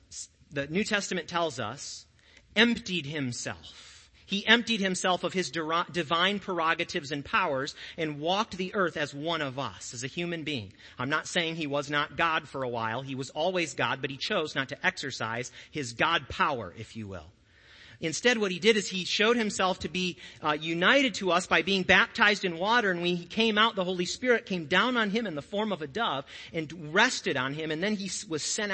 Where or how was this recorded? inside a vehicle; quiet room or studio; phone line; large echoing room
large echoing room